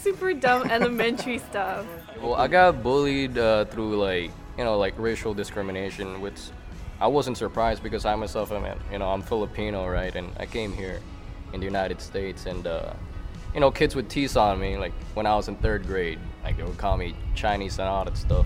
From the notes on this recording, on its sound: First off, apologies for the wind in some sections. We went on campus to get your stories about getting bullied.